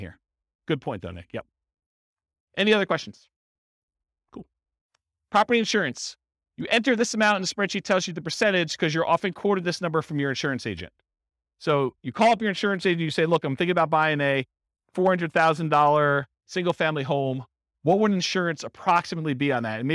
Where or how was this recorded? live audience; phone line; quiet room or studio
live audience